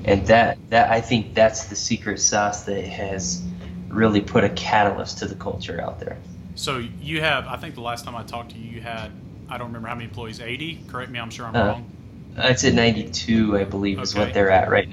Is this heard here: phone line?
no